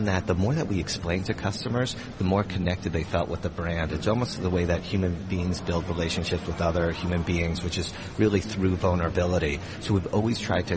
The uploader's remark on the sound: Broadcasting LIVE at Pershing's INSITE 2016 conference in Orlando.